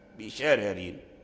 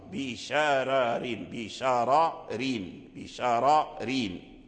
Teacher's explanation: لما قرأ ورش على نافع أقرأه نافع بترقيق الراء بشررين، فلما أقرأ نافع قالون أقرأه بتفخيم الراء بشارارين بشارارين بشارارين، ففخم الراء الأولى.